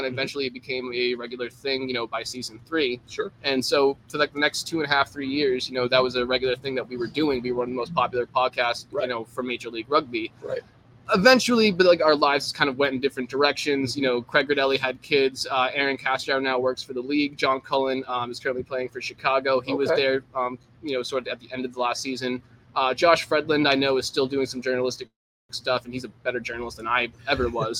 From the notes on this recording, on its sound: on location at Sonny Mcleans's in Santa Monica, CA!